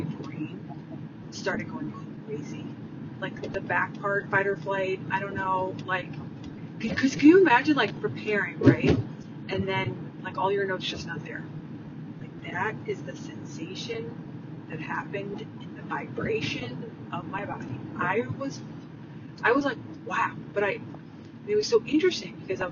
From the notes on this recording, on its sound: Please bear with my sound quality as I was driving to pick up my Dad when I recorded this episode.